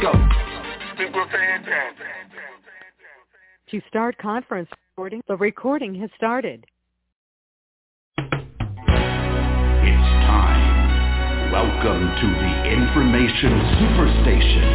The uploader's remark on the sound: TNTSuperfantastic Conference Call